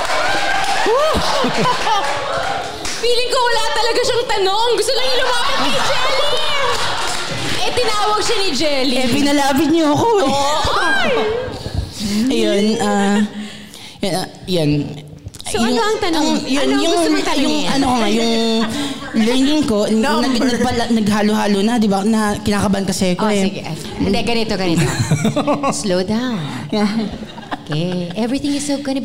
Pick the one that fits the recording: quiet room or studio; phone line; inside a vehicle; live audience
live audience